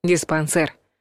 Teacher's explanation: Кстати, произносится твердо, через звук «э». Но пишут «е».